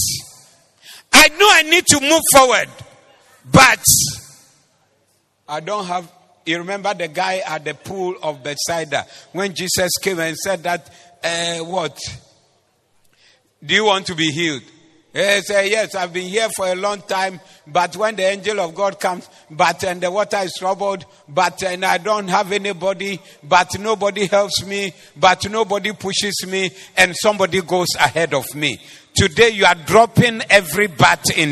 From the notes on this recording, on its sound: Preached at the Doxa Service